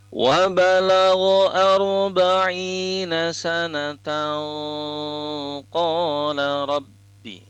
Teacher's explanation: pada saat nun sukun atau nun tanwin yang bertemu dengan huruf qaf itu dilafazkan tebal, gunatul ifa-nya ya. · Term: gunnatul ikhfa